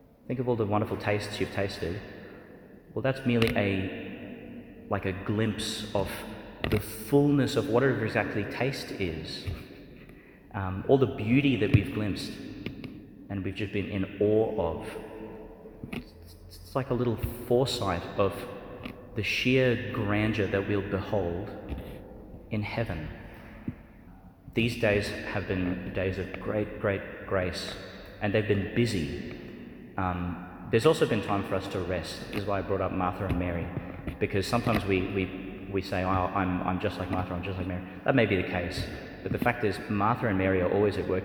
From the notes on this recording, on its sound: delivered in the Tomb of Lazarus Church, Bethany, West Bank.